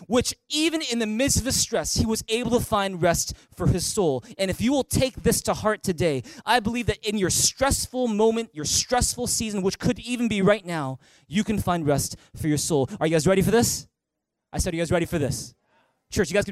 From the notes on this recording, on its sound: Recorded on October 6, 2019 at THRIVE Church Vancouver, Canada